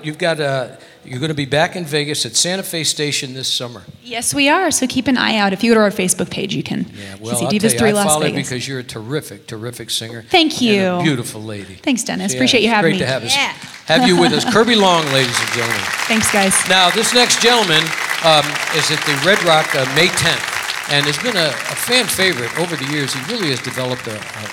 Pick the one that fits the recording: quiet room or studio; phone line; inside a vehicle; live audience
live audience